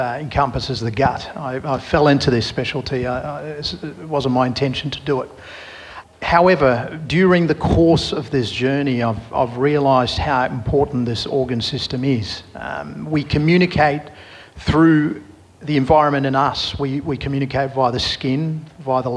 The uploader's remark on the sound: We’re back at the Reconnection Festival for the last of three inter-related panel conversations, each building on the other. Recorded in the northern rivers of NSW.